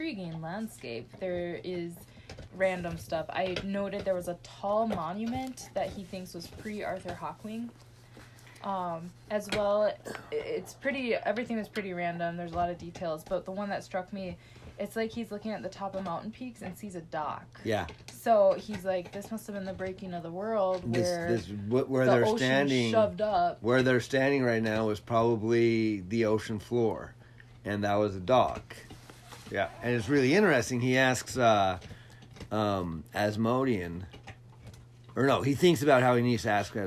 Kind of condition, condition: fault, sounds in the background